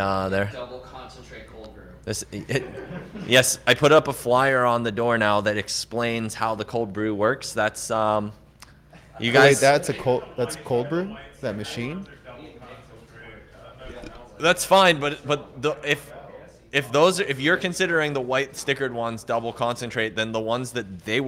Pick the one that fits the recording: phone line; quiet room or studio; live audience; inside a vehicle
live audience